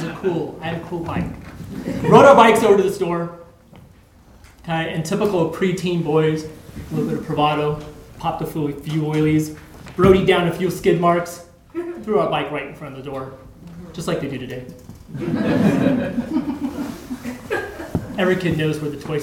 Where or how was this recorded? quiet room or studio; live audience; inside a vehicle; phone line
live audience